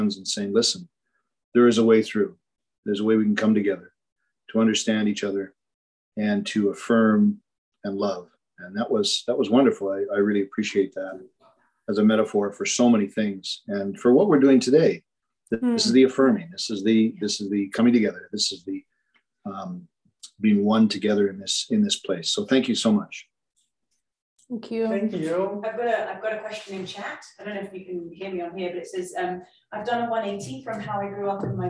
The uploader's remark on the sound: A significant and poignant service that we shared across zoom with one another.